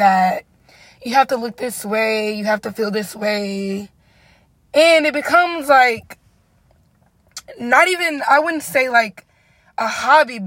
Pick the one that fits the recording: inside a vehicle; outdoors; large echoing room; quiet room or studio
inside a vehicle